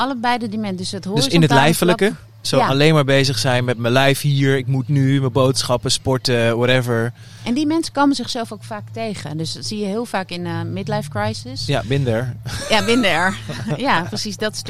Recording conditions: busy venue